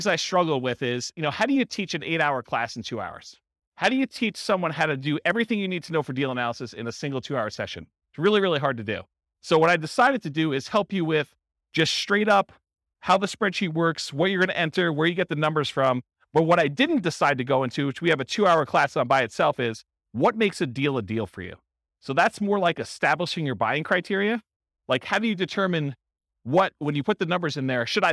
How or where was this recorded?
live audience